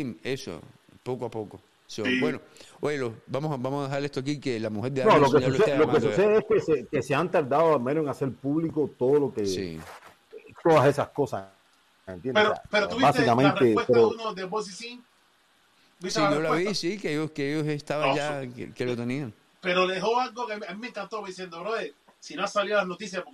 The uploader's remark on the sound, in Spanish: al igual que con el publico a travez de llamadas telefónicas